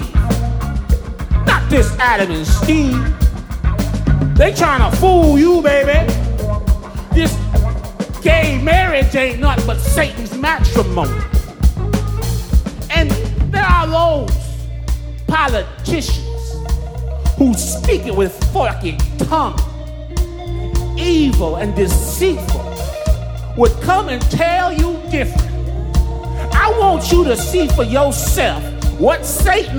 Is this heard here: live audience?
yes